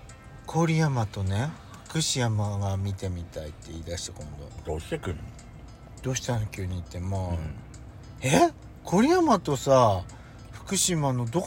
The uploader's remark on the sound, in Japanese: パーキング収録